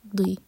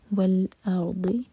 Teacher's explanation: دی نہیں پڑھنا، دی زبان کی ٹپ سے ہوتا ہے، وہ دال ہے، یہ ضاد ہے · Shown in: second take